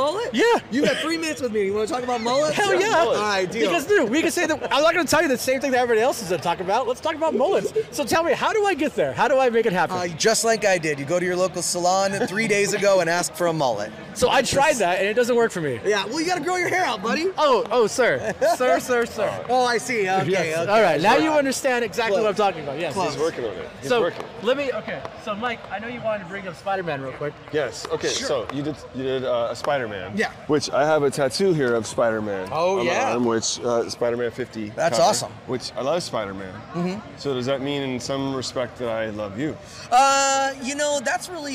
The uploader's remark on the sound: This episode is “Live” from Fan Expo New Orleans.